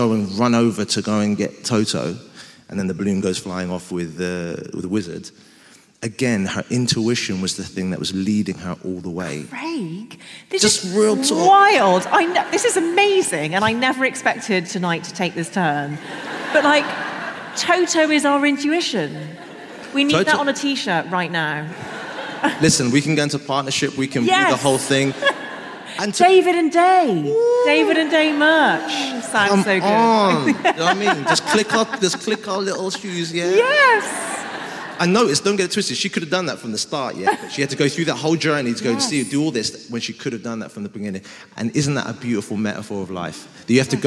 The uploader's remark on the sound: I'll be dropping the recordings of our How To Fail live shows, held at Shoredtich Town Hall earlier this year. With me and with the audience. During the Q&A. This episode was recorded live at Shoreditch Town Hall.